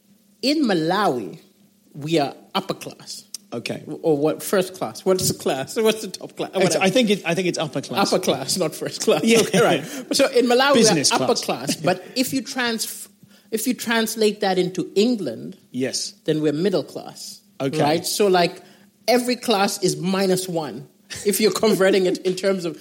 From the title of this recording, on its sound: Live at Darlington Comedy Festival